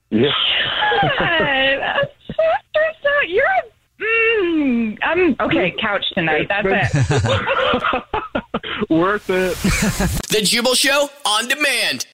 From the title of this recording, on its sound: Phone Prank